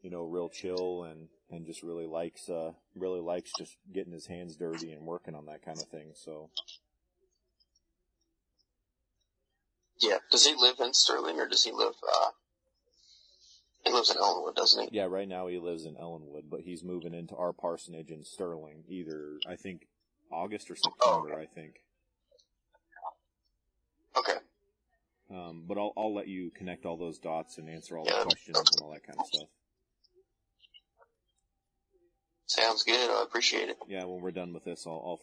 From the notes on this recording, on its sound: Come at you with a completely remote podcast. We apologize for the atrocious audio quality but we made it happen with the tools we had available.